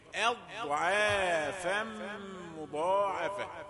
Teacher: همزة رقيقة ضاد مفخمة العين رقيقة